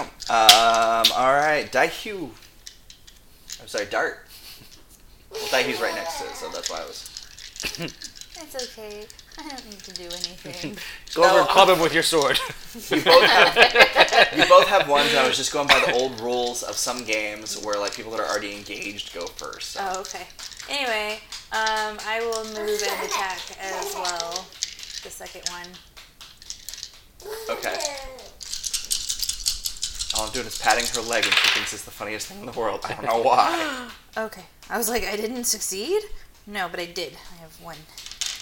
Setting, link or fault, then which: fault, sounds in the background